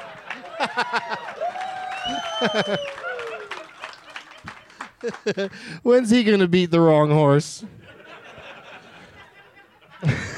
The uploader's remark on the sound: Live from Zanies Comedy Club in Rosemont